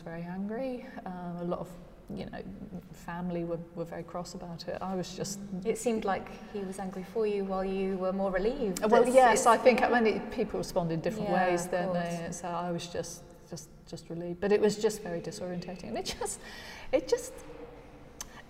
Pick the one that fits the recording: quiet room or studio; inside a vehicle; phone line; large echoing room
large echoing room